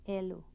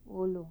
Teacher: The following words illustrate minimal pairs contrasting the mid-front vowel and the high-back vowel.